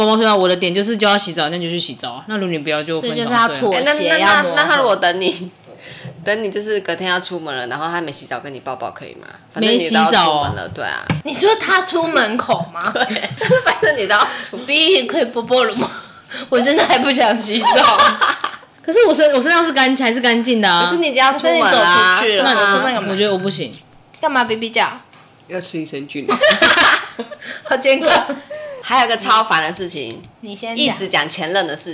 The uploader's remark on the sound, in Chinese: 道歉我們下次錄音不會再點滷味了。整條音檔都有吧唧嘴、金針菇咀嚼ASMR。